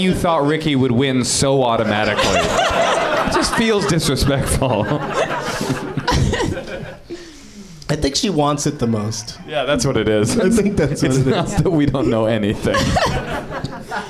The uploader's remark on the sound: Live from the NerdMelt Showroom in LA